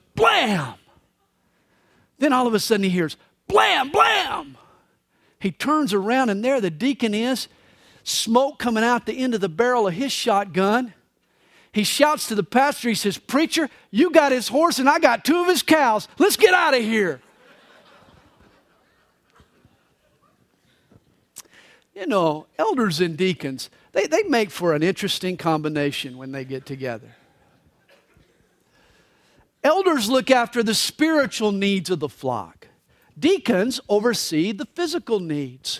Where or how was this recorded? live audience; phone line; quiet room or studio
live audience